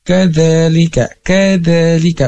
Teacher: Seperti yang diketahui, huruf da ini ujung lidahnya keluar sedikit menyentuh ke ujung gigi atas atau bisa tergigit sedikit